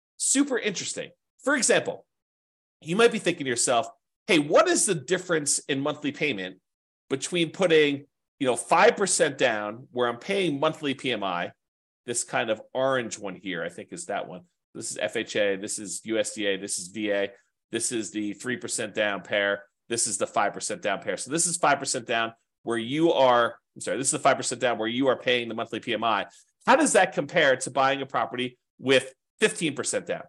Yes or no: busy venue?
no